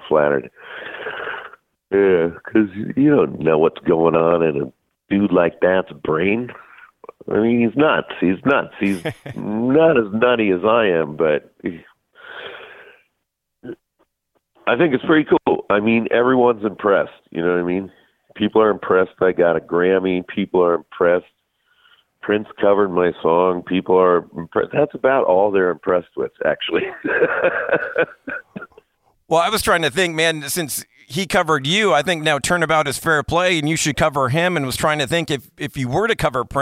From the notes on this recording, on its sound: called